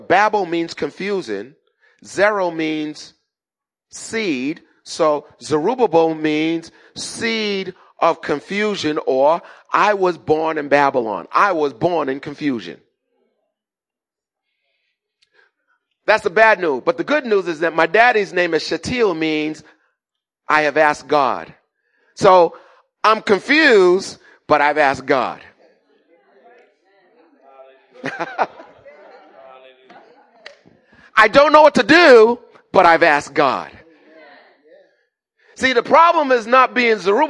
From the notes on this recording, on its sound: Recorded at the 08:30am Service on 2017-05-07.